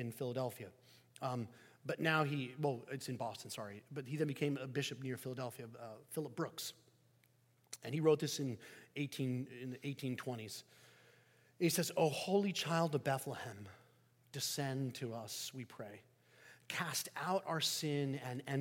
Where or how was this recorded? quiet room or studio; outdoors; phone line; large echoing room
large echoing room